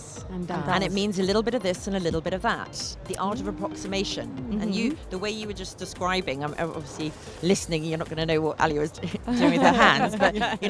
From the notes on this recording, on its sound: Live from SIBF 2023.